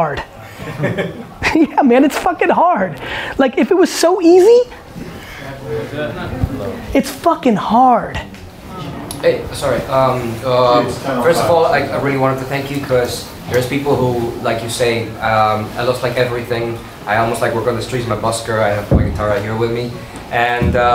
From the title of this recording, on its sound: A Live Q&A At The K-Swiss London Popup